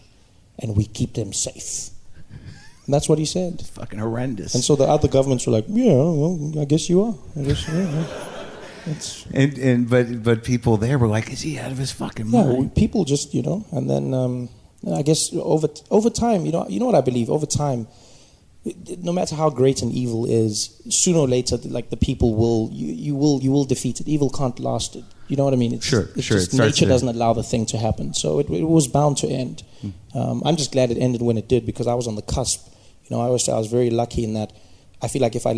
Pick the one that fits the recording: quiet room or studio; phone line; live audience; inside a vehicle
live audience